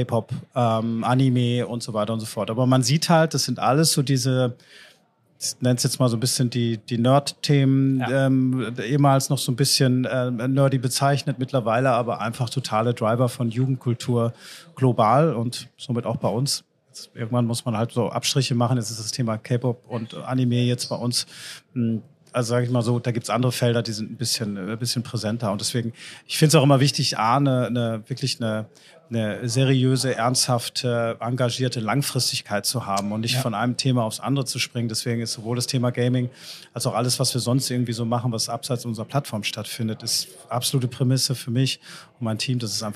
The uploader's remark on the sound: Live at IEM